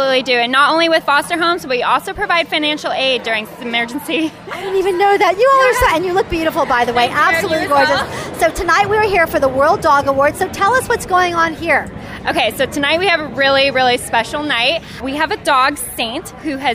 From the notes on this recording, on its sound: live at The World Dog Awards!